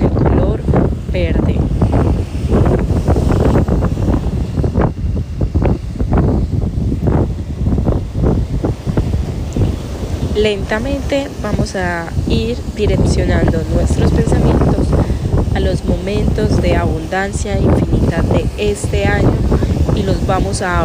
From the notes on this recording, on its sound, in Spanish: con sonido de las olas de mar y del viento desde México